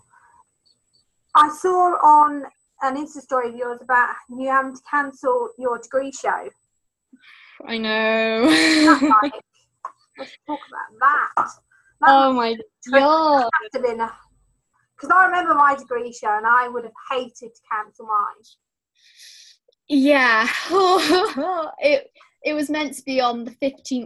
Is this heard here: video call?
yes